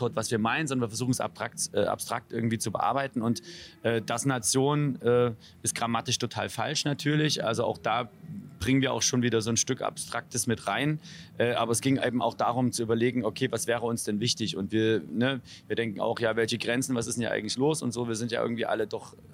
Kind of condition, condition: setting, busy venue